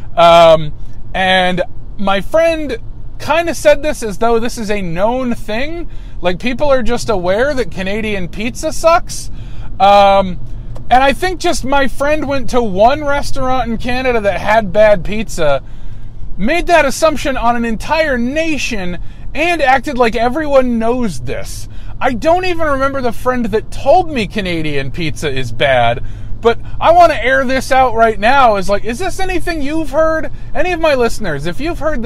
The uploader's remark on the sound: Decided to record a podcast during their work commute while their car is broken.